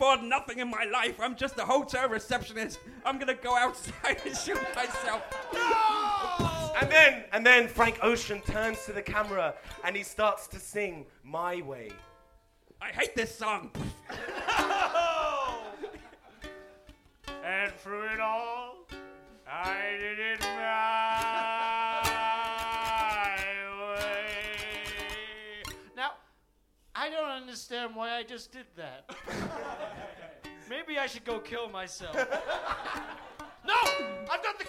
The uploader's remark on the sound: The first ever live-on-a-stage episode of The LIL Show